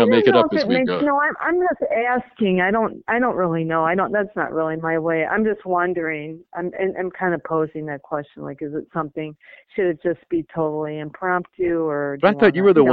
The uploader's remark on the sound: This is a quick phone call we had just before I hopped on a plane back home